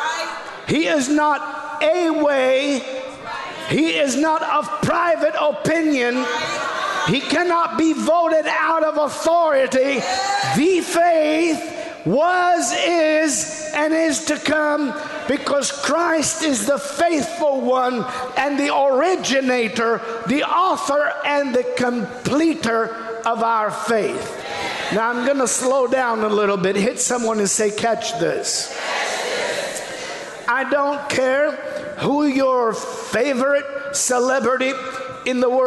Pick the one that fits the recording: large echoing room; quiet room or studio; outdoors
large echoing room